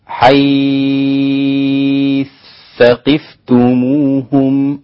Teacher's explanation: أدغم الإمام السوسي الإدغام الكبير عند أبي عمرو البصري، قال: حيث ثقفتموهم هكذا، لأن الثاء ستكون مشددة، أدغمت الثاء في الثاء الإدغام الكبير، وهو عند الإمام السوسي.